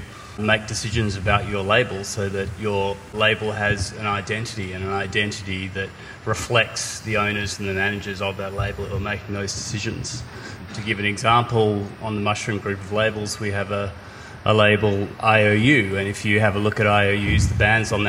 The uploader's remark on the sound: LIVE from Indie-Con. Travels to Australia for an Indie-Con panel.